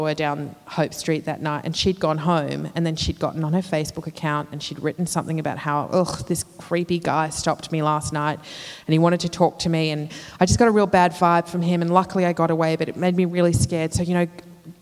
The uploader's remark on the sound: recorded at the 2017 Newcastle Writers Festival